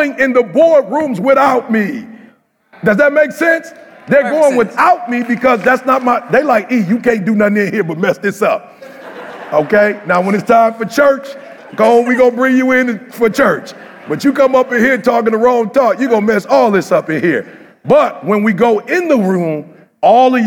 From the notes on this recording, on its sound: In this live episode from Mexico